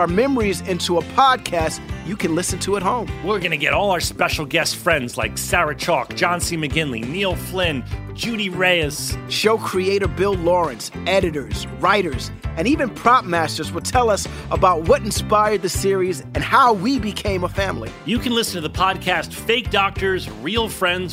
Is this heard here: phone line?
yes